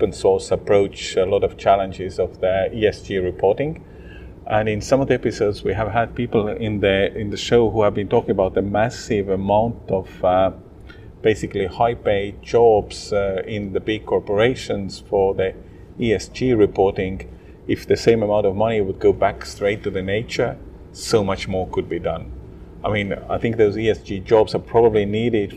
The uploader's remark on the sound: on the sidelines of the Impact Day festival in Tallinn